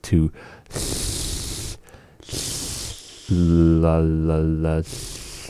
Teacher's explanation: Hold your tongue there. And we're blowing air out the side of the mouth. And so that's blowing air out the side between the tongue and the teeth, between the tongue, teeth, the side of the mouth, whichever is natural for you.